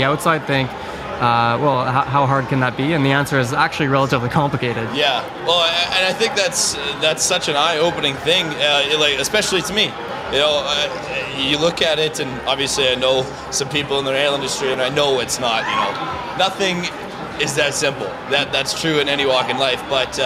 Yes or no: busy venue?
yes